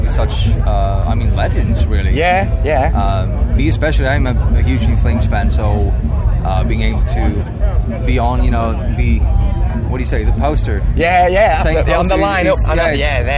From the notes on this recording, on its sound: ahaead of the set on the Sophie Lancaster stage at this years Bloodstock festival 2022